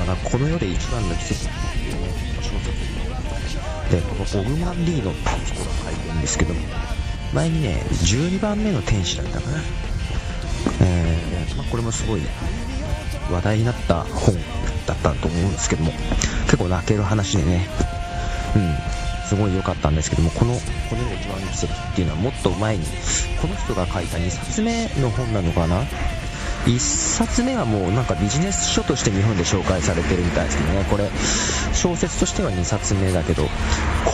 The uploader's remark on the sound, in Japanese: 図書館に本を返しにいきながらの収録。風切り音が多すぎで申し訳ない。